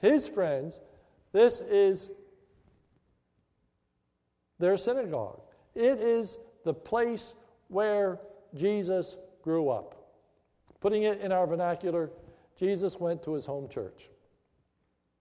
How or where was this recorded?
large echoing room